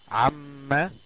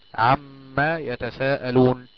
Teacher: حرف غنة، مشدد يغن بمقدار حركتان، والحركة هي مقدار بسط الإصبع أو قبضه بحركة متوسطة، يعني المسافة الزمنية إن أنت تفرد صبعك أو تقبضه تتنيه يعني بحركة متوسطة، يعني مش بسرعة مش بالراحة.